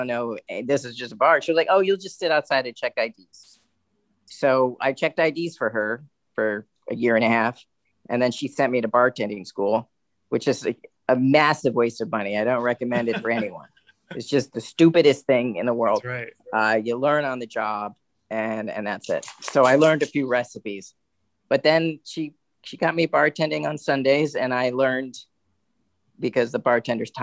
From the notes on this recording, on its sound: We record remotely and we work remotely as well so, if you hear an email or a notification, perhaps a hiccup with the recording, please forgive us